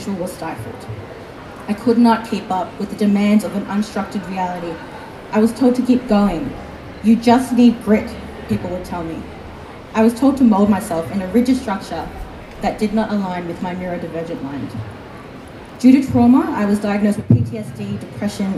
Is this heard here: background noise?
yes